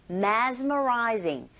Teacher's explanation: 특히 mess라기보단 z로 발음해 주셔야 돼요.